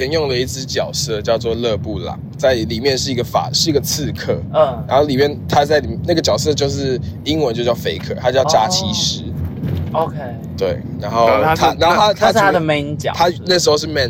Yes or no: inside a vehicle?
yes